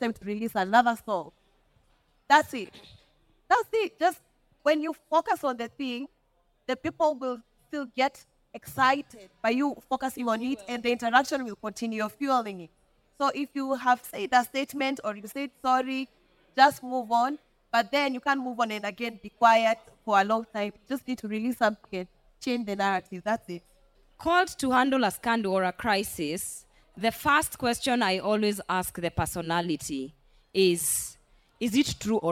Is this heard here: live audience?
yes